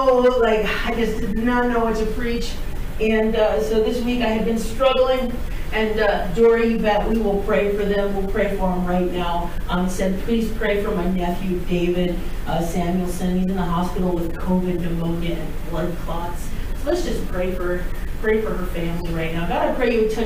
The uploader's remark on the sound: We apologize for the audio.